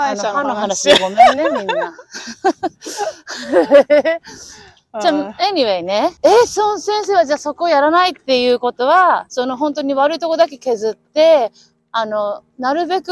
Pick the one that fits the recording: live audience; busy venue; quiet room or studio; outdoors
outdoors